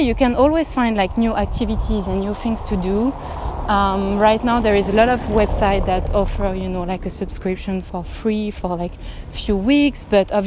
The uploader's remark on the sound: I decided to have a spontaneous walk and record in the street